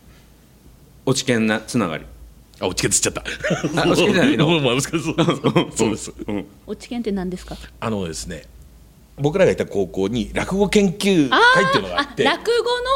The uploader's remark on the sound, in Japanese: 公開収録